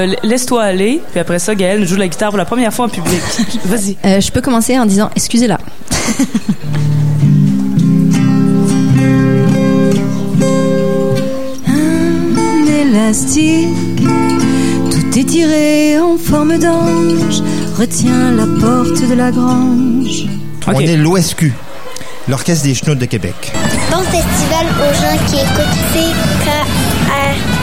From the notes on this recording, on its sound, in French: Émission spéciale sur le Festival d'été de Québec, en direct du bar Le Sacrilège, diffusé à CKRL 89,1.